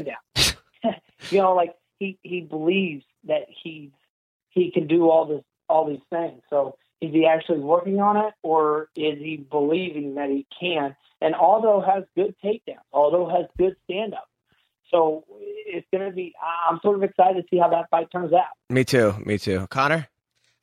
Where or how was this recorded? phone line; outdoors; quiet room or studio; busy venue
phone line